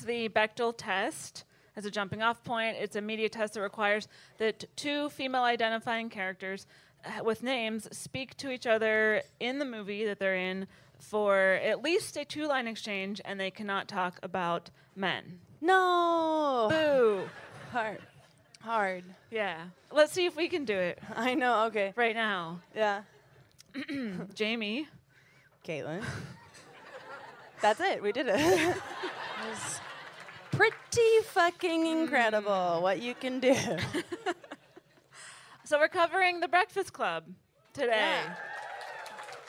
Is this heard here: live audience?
yes